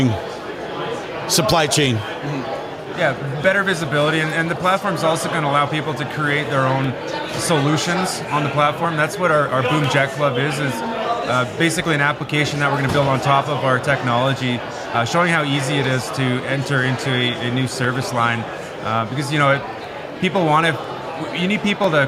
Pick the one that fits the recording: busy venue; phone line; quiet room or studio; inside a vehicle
busy venue